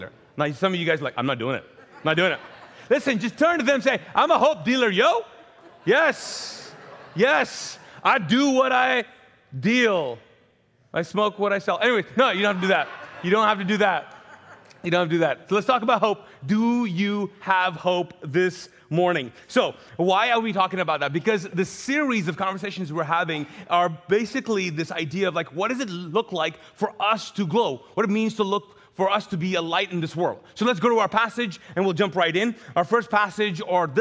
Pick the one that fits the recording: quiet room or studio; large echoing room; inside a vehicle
large echoing room